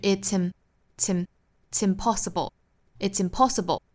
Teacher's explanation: 那还要注意 it's 和 im 的连读